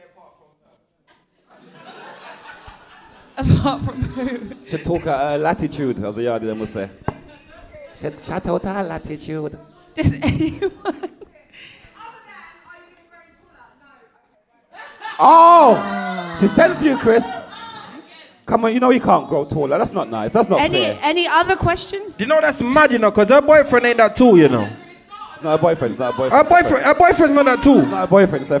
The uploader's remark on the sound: Chalk and Cheese Podcast - The Live Show. Chalk and Cheese podcast second LIVE SHOW!!